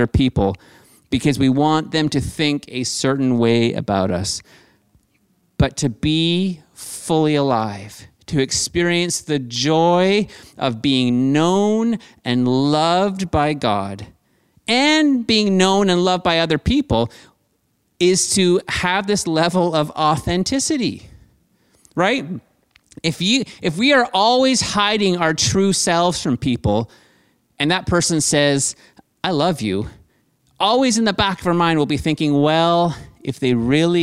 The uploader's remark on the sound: Streamed on January 10, 2021 at THRIVE Church Vancouver, Canada. Church Online is a community based in Greater Vancouver Area.